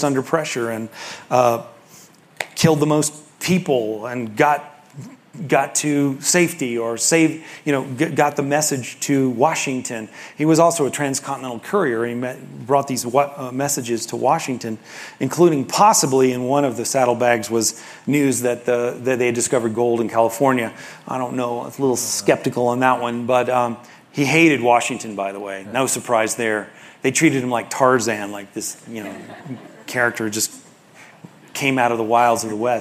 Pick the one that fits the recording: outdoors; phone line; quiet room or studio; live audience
live audience